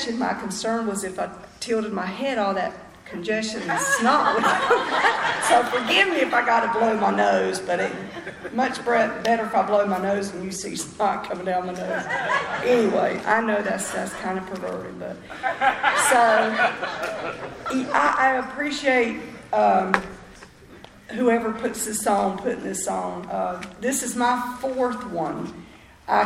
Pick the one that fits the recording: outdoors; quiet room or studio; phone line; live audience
live audience